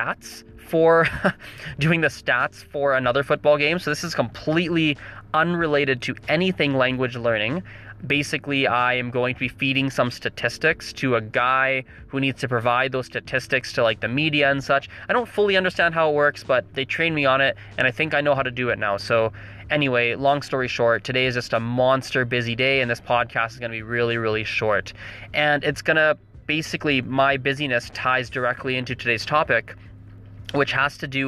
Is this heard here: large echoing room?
no